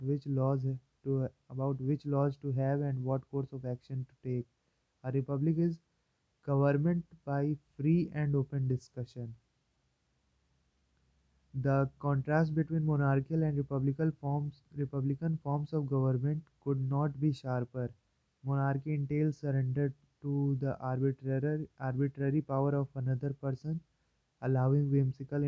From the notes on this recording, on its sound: Volume is very low as I recorded from earphone's mic, phone's mic is better.